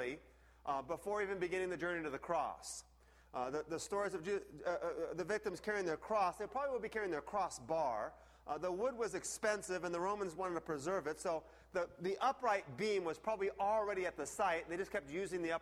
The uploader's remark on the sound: The sound quality is a bit low for the message itself.